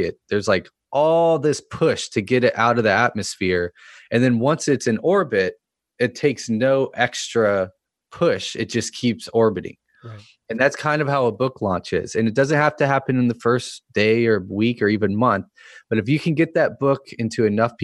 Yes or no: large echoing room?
no